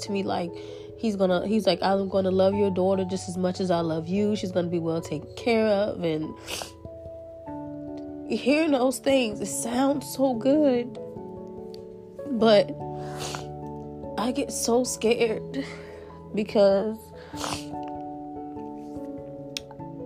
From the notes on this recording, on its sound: This was recorded within two days and I had a bad cold so please ignore the coughing. Some tears were shed during this recording as well.